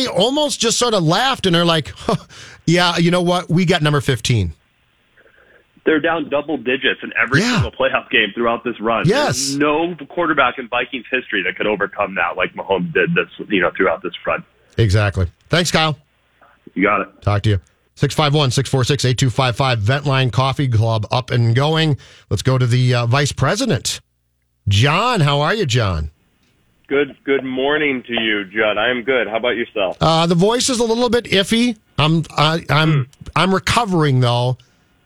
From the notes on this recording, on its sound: loyal Vikings listeners call into voice their thoughts!